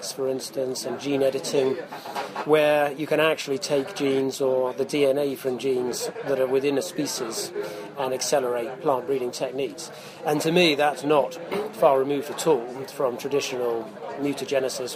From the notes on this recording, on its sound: report live from Fruit Focus 2015 in Kent